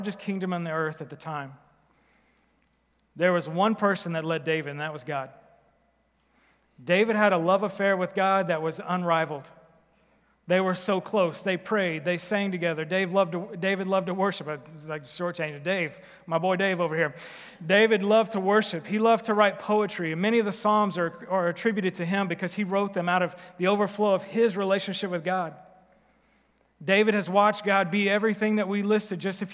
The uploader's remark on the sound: Recorded live at The Fellowship at Two Rivers